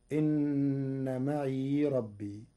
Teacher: قرأ ورش كلمة معي بإسكان الياء في لغة بعض العرب فتكون إن معي ربي.